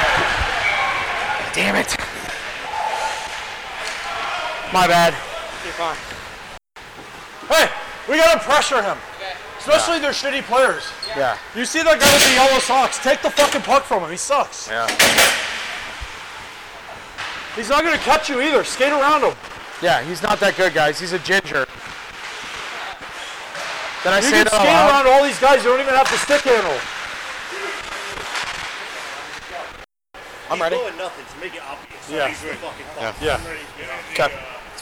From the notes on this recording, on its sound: Technical difficulties while recording and scheduling conflicts burned the Beers in The Lot guys this week. "mic'd up" audio captured during the 16th annual Old Fat Bald Guys Ice Hockey Tournament this past July. Fair warning, this episode does not live up to our normal audio quality standards.